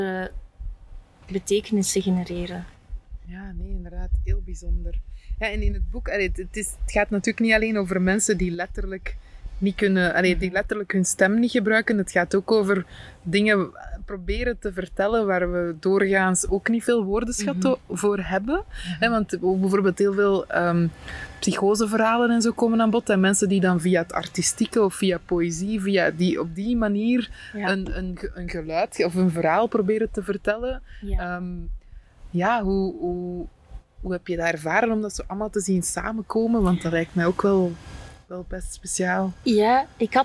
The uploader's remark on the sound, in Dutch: Guislain museum ging ik een tijdje geleden in gesprek. De wind saboteert hier en daar een beetje de opname.